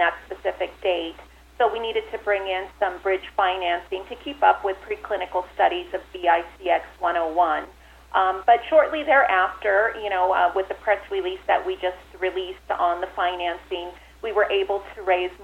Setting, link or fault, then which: link, phone line